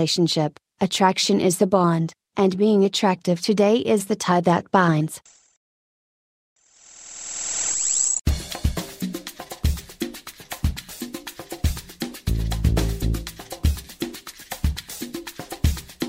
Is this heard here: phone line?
no